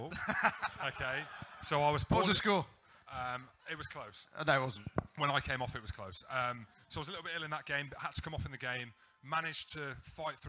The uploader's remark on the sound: We're coming to you live from Walkabout, Temple, in Central London